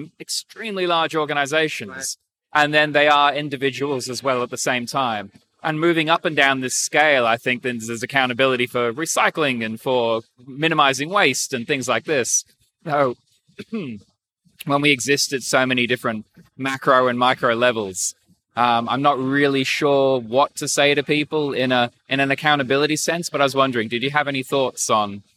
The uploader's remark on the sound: Join me from the conclusion of the Climate Investor Forum, held by Climate Zeitgeist, for this short interview with the Special International Guest.